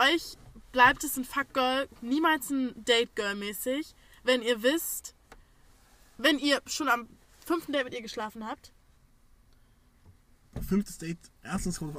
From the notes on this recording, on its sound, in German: Dadurch dass das Microphone aufgrund der Personenzahl anders eingestellt werden musste, sind leider nicht zu verhindernde background Sounds zu hören.